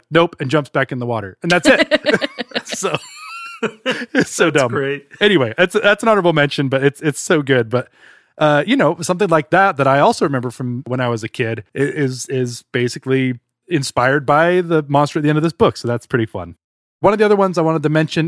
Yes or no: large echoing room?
no